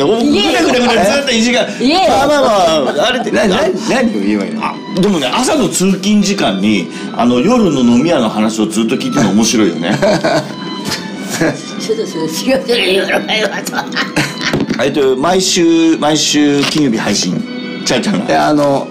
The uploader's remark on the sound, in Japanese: まさかの地元収録なゲスト回！地元のカラオケ居酒屋で真夜中のノリで収録！ノー台本、ノー編集でここまで上手く収録できるとは思いませんでした！！